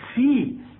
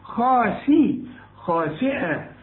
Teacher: والسين تكون أكثر رقة لأنها مكسورة